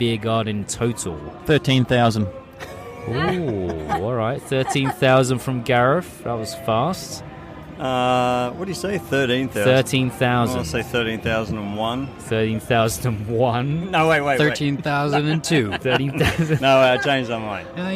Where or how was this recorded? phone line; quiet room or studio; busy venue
busy venue